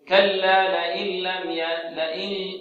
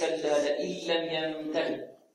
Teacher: اللام لا تخرج من الخيشوم أو ليس فيها صوت من الخيشوم · Shown in: second take · Term: إدغام بغير غنة